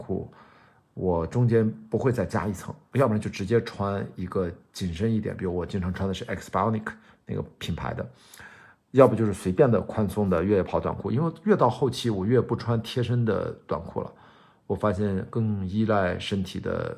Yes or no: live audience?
no